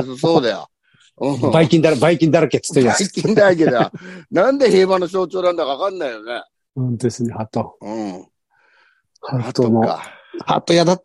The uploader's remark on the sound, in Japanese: ZOOMで収録